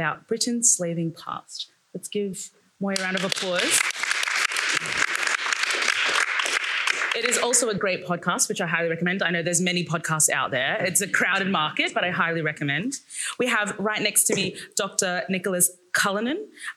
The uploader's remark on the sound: Intelligence Squared and Harewood House partner for this live podcast.